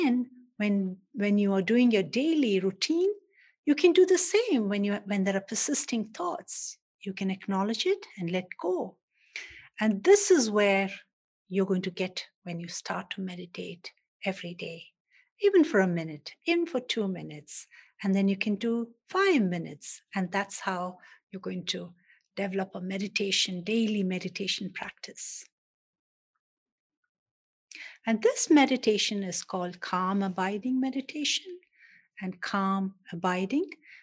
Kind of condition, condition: link, video call